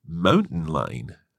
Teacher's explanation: She kind of didn't pronounce the T.